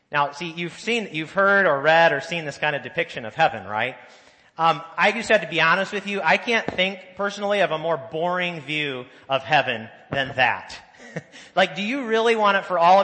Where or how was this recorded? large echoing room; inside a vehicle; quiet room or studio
large echoing room